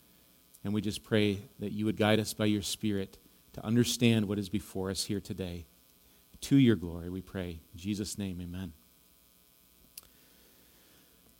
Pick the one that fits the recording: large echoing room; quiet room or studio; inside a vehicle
large echoing room